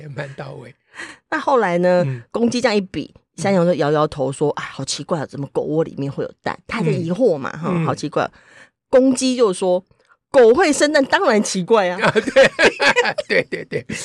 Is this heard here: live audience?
no